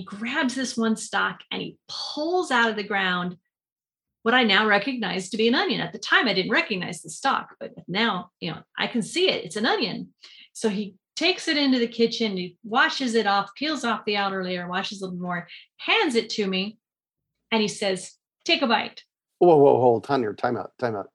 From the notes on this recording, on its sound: In a Zoom room with a special guest. They answer questions from the live listening audience.